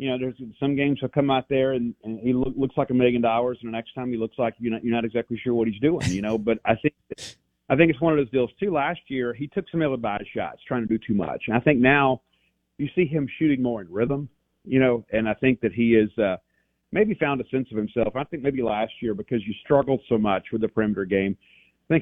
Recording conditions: phone line